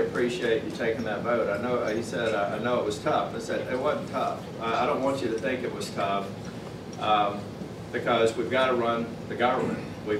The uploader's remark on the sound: Appeared before a breakfast meeting of The Ripon Society.